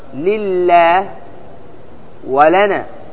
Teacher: لله لام مكسورة، فماذا تفعل؟ ترققها